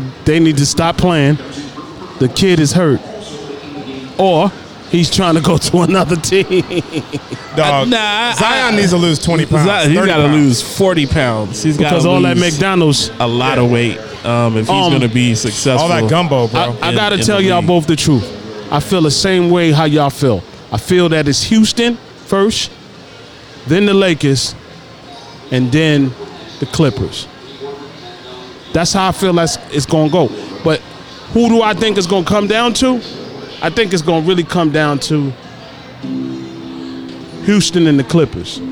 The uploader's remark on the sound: Live from Dave & Buster's